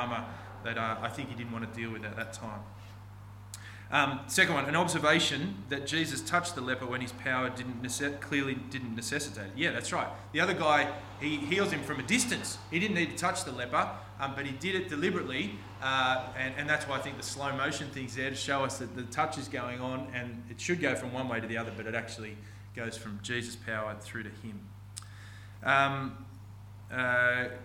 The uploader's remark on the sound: This sermon was preached on 27th August 2023 at all services of Helensburgh and Stanwell Park Anglican Church.